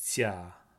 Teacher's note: one of my favorite things about Slavic languages is this palatalization distinction in the sounds. So you could contrast sa versus sya as two contrastive sounds.